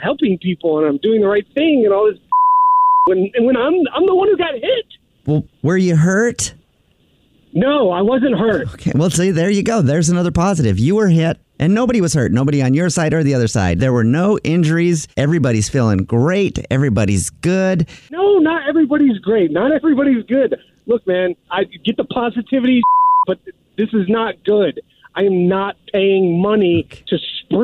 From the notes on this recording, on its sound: Phone Prank!